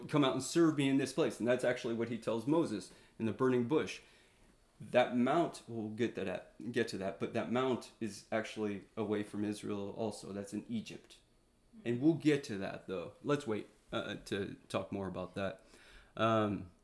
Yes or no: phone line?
no